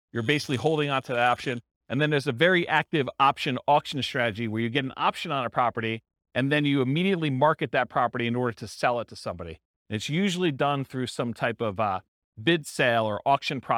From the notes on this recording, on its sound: This was a live class recorded